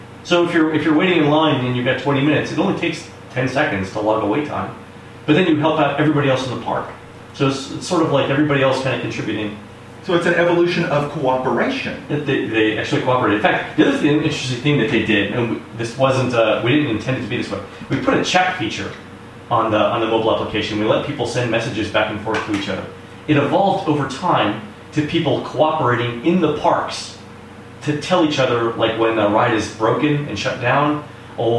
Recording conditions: echo